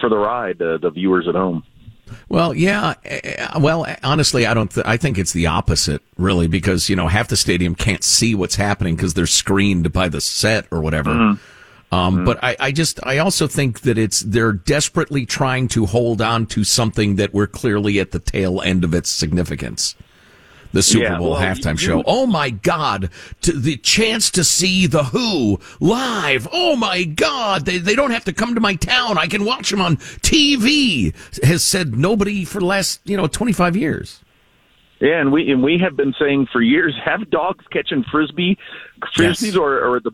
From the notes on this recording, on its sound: joins the show via telephone